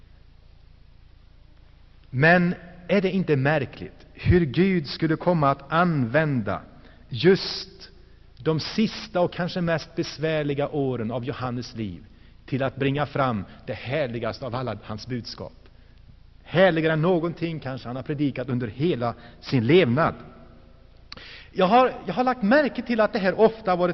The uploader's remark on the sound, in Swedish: Inspelad i Saronkyrkan, Gšteborg.